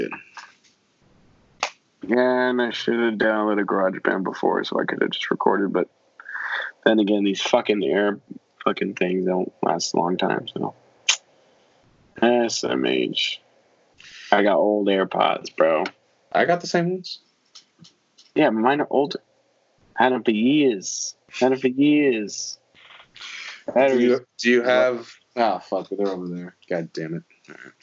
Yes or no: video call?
yes